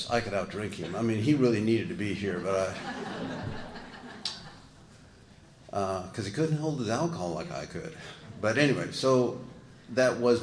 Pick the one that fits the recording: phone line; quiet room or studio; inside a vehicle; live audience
live audience